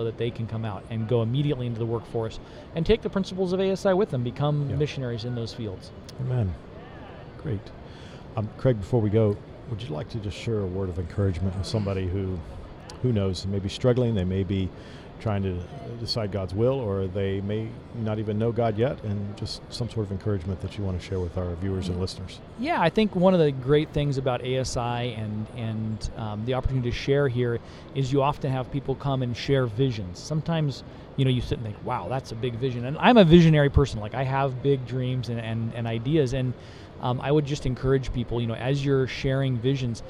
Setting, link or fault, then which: setting, busy venue